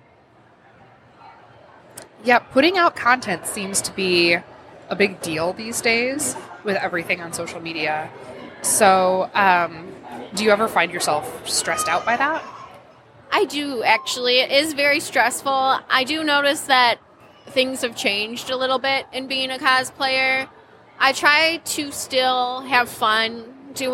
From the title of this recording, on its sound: Live at LTU Expo